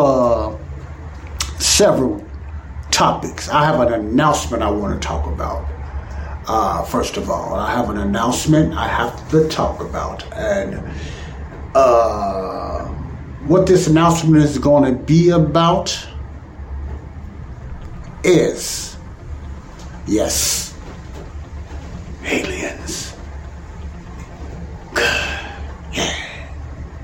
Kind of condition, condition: fault, sounds in the background